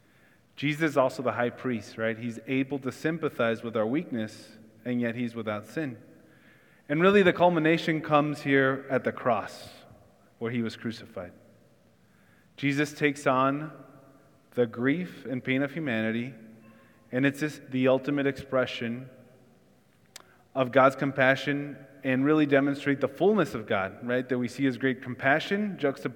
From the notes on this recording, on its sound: Church in the Square (Sermon Audio)